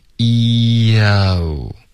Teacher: I can't live on my own, my 跟 own 之间我们会有一个添加的 e OK,因为 my 结尾有一个 e 的音，然后从这个 e 滑到 o,你的舌头会降下来 Yo,就导致一个很轻的一个 yo 了。My own.